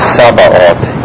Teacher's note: Notice that each vowel gets its own pronunciation, and the TH at the end is the simple T, because the H is always silent in the cluster TH